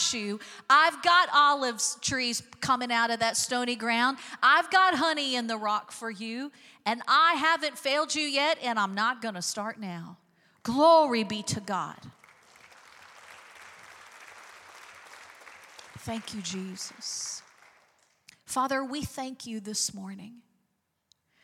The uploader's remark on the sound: Recorded live on 5/7/23.